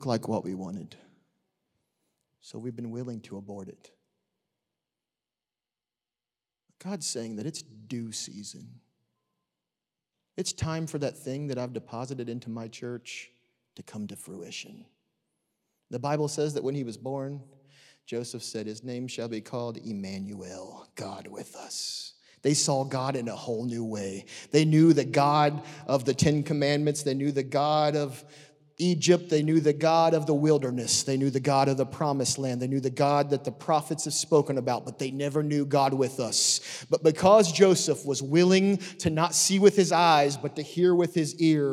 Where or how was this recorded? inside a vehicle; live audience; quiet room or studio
live audience